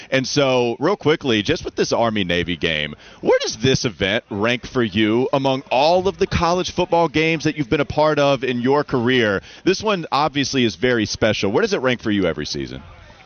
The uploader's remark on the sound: Live From Radio Row at Army/Navy